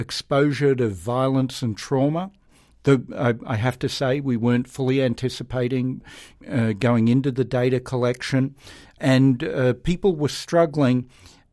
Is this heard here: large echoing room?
no